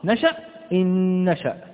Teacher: ندغم الأولى في الثانية بحيث يصبح لدينا نون واحدة فقط، يرتفع اللسان لها ارتفاعة واحدة، لا نقول إن ثم يهبط اللسان ثم يرجع فيرتفع مرة أخرى، نشأ إن نشأ. · Term: إدغام بغنة